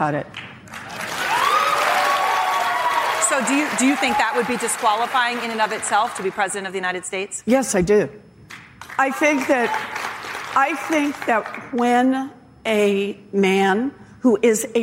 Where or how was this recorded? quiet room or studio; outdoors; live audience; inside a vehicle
live audience